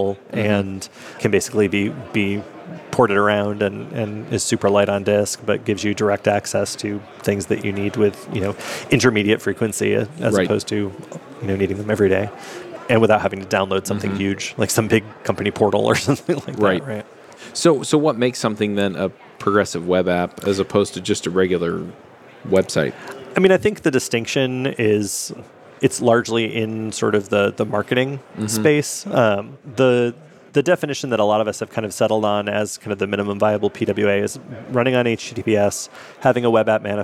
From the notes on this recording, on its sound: LIVE at Microsoft Ignite. This episode of JavaScript Jabber comes to you live from Microsoft Ignite.